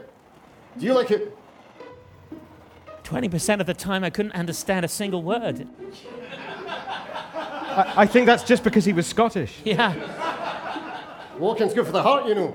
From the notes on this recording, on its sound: The Society of Strange improvises a weird tale in front of a live audience.